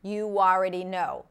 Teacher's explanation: the W sneaks in to help me connect the oo sound with the ah sound · Term: intrusive sounds